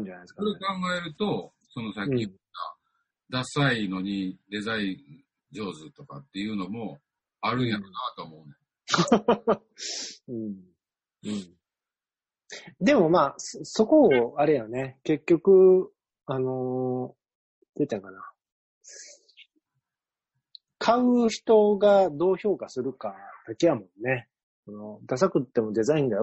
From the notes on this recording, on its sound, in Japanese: ZOOMで収録分から切り出し。エコーだいぶ解消しました。